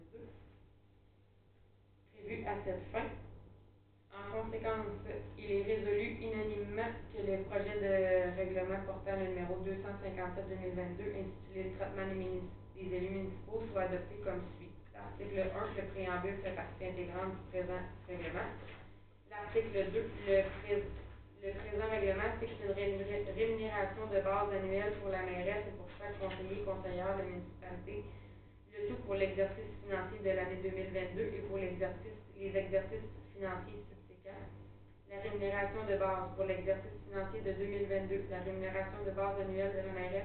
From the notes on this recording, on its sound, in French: Enregistrement de la séance du conseil municipal de Saint-Léon-le-Grand du 11 janvier 2022